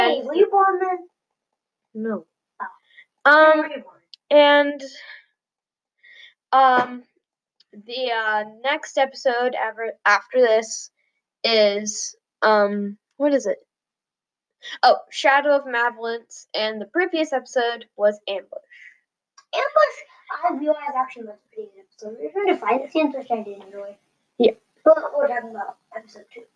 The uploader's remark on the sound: Technical difficulties while trying to record a podcast.